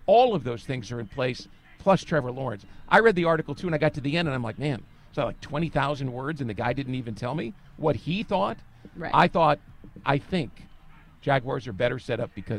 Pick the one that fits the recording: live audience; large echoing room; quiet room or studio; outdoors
outdoors